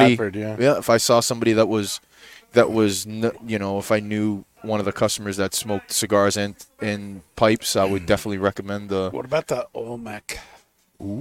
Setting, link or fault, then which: setting, busy venue